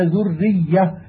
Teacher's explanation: فتشديد الراء والياء بالغ متساو، إلا أن الراء أمكن قليلا لأجل إخفاء التكرير فيها